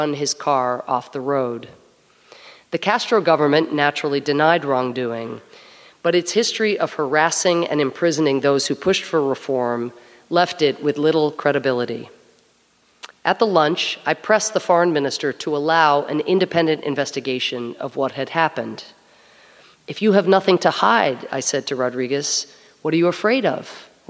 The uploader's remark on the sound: Recorded at Town Hall Seattle on September 16, 2019